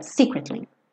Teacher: Mas se você estiver só falando essa palavra, é secretly. Então, a sílaba tônica é a primeira.